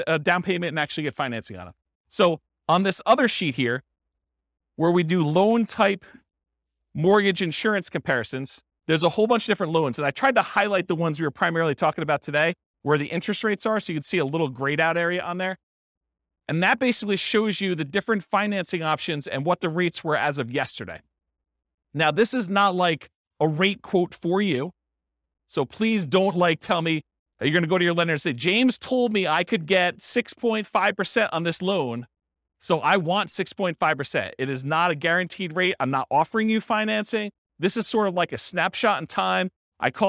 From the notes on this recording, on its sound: This was a live class recorded.